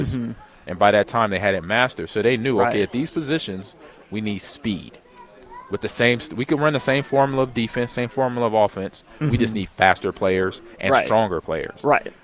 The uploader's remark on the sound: LIVE (Pt2) from Most Wanted MMA in Lincoln